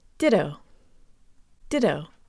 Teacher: It almost helps to think of the two T's as a D sound.